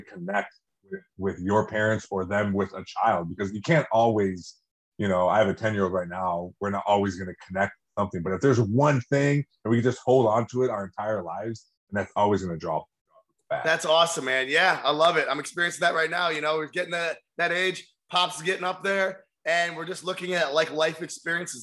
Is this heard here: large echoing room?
no